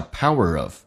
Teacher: power 跟 of 可以有个连音，用那个字母的 letter R 进行跟 of 的 a 形成一个连音叫 powerof